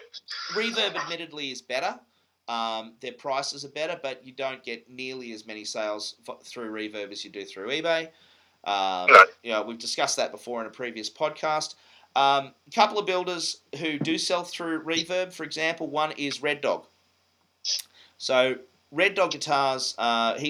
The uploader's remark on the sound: Apologies if the sound is a bit off this week. I've been having tech issues.